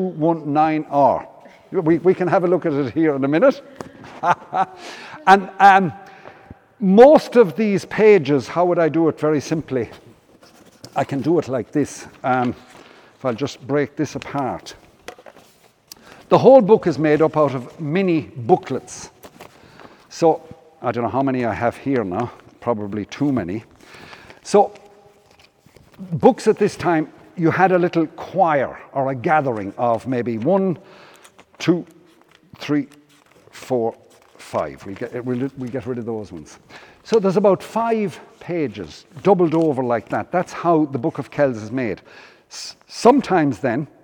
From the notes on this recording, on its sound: Came back to Killaloe in July to give a talk. Presentation took place as part of Feile Brian Boru Festival at St Flannan’s Cathedral.